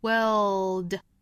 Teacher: 先是一个长元音然后再去找舌侧音啊，舌尖底上齿音 · Term: 英式发法